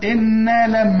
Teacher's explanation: إنا، النون لازم تغم، الميم اللي بعدها لازم تغم